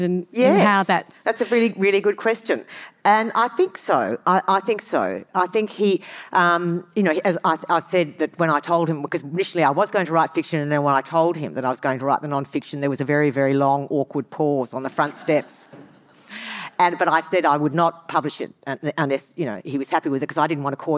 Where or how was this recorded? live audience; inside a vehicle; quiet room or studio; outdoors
live audience